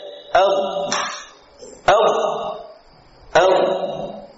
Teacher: Maka lisan itu akan mendorong. Lisan akan maju sedikit sampai menyentuh gusi-gusi di atas · Term: istitalah